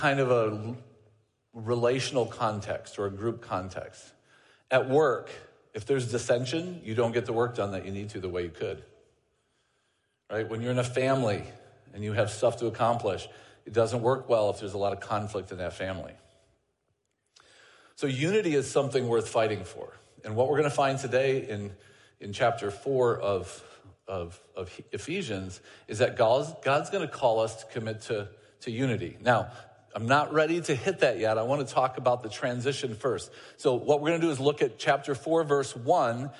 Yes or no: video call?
no